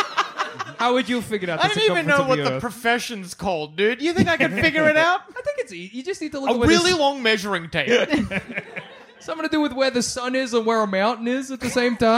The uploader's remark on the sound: Was recorded live in Melbourne at the Retreat Hotel in Brunswick.